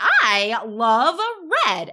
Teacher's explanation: And it's a lot of like upward intonation.